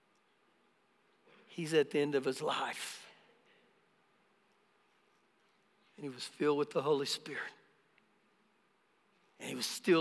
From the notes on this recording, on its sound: Recorded live during our Sunday morning service